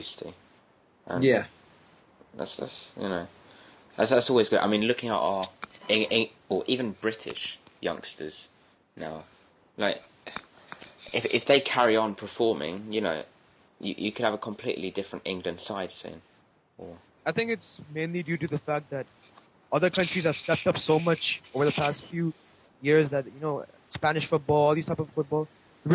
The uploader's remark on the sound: Sorry about the bad Audio for this pod